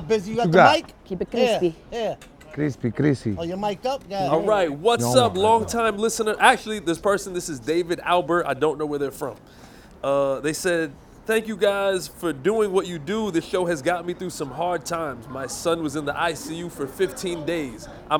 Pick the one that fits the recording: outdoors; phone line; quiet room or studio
outdoors